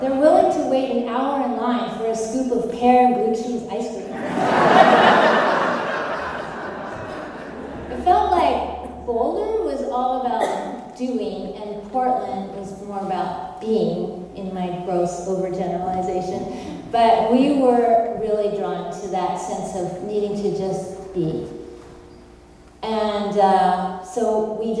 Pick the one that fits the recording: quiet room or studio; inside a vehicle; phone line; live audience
live audience